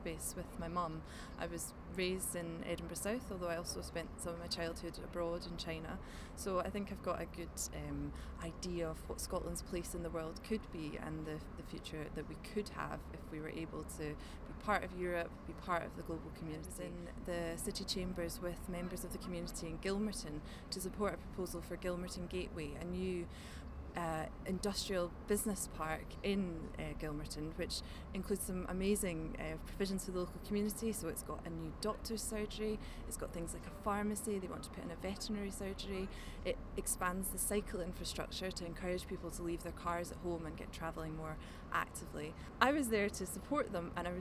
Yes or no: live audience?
no